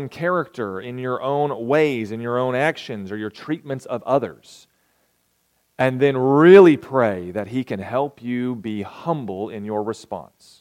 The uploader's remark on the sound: recorded May 27, 2023, at Ringgold SDA Church